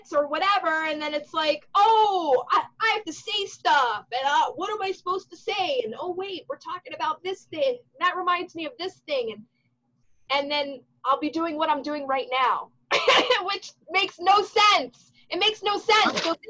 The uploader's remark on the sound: Recorded via Zoom.